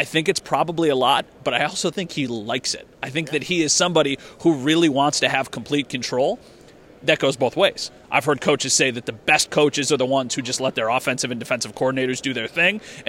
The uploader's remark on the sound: Live from the NFL Combine